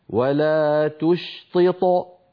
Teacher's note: المثال الثاني، ولا تشطط واهدنا، فكما نطقتها الآن قلقلتها صغرى، ولو وقفت وقلت ولا تشطط فصارت قلقلتها عندئذ كبرى